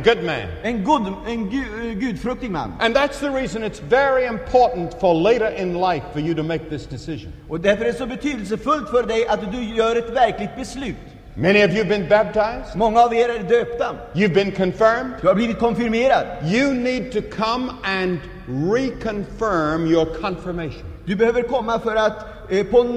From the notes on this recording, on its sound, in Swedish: Inspelad i Scandinavium, G&#246;teborg 1977-01-14